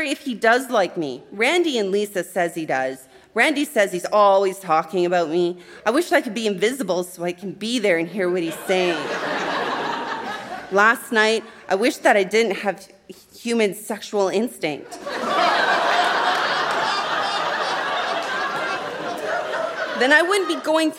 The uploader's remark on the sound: Recorded live at the Leacock Theatre at Mount Royal University in Calgary.